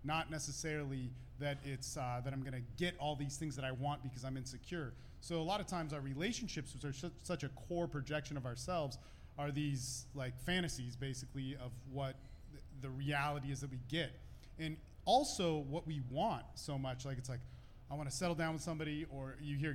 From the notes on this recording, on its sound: Live from Collide ATX.